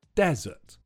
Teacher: The only thing to be careful about with this word is the stress. It's on the first syllable, desert. If you say the word with the stress on the second syllable, desert, then it means the sweet course you sometimes eat at the end of a meal.